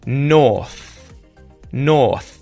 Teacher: No R, straight into the TH.